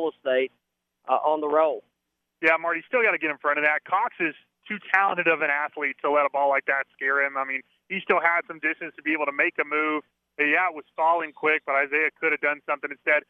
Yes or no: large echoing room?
no